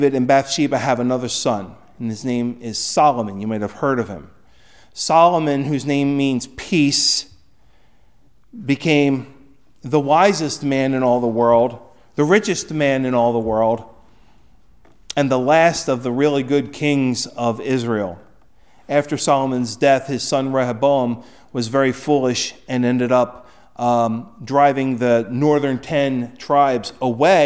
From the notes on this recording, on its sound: Recorded at Hudson UMC on February 14, 2024.